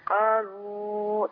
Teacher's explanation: القاف المحركة بفتح وبعدها ألف ده أعلى صوت